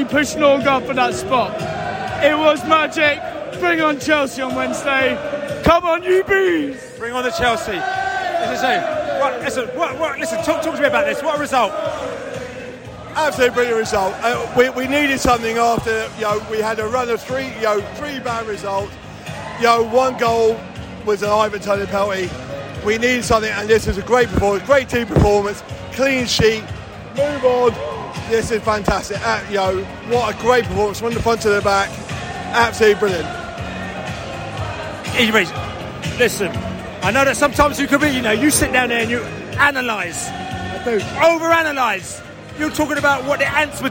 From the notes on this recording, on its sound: Post-match podcast from the stands.